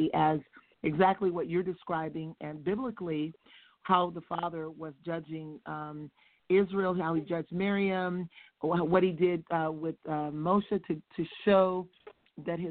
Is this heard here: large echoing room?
no